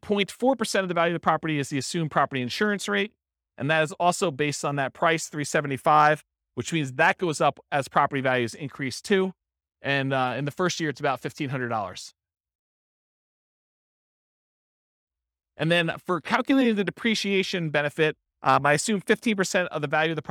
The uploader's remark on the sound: This was a live class recorded